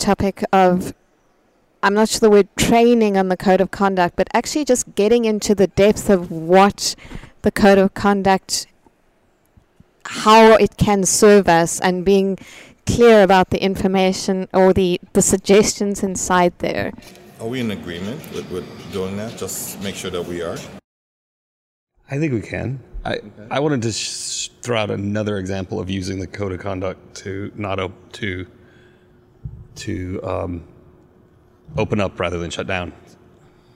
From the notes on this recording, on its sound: At the AgileTonight event on Tuesday, August 7, 2018, four Agile Alliance members shared stories about the direct effect of Diversity and Inclusion on their lives with a room full of other members. Four brave people decided to join me for this podcast at the Agile2018 conference in San Diego, CA.